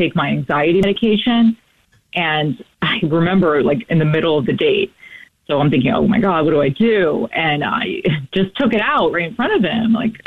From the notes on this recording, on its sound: We get that other person on the phone